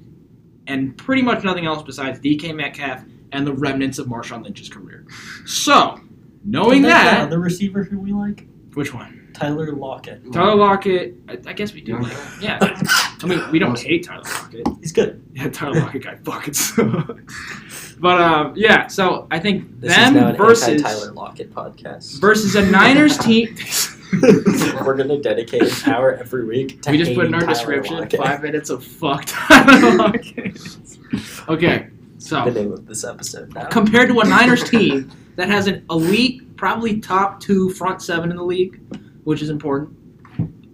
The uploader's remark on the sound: due to some *technical* difficulties this is a bit of a strange one